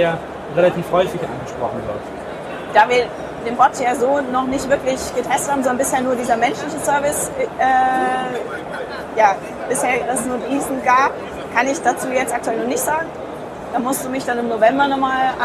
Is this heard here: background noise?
yes